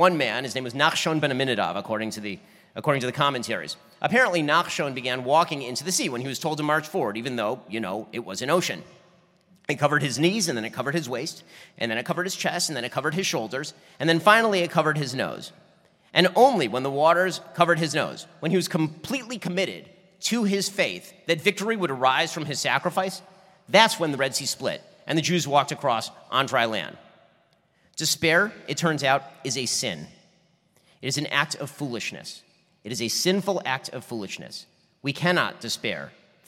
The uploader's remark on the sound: My keynote speech for the Republican Party of Florida's 2023 Statesman Dinner in Orlando, Florida.